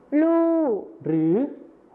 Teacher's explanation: การเปลี่ยนเสียงพยัญชนะต้นเดียวนะครับก็คือรอเรือในภาษาไทยมาตรฐานนะครับไปเป็นพยัญชนะต้นเดียวในภาษาถิ่นอีสานก็คือลอลิงกับฮอนกฮู้นั่นเองครับ